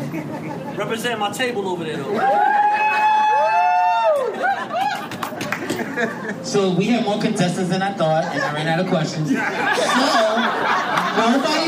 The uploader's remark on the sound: The guys host a live event for fans of the podcast, some audio from the MOPPC live game show.